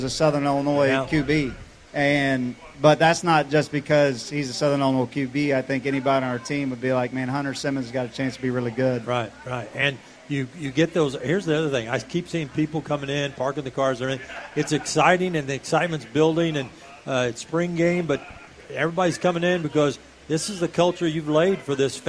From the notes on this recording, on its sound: outside of Saluki Stadium for Sportsvoice on Location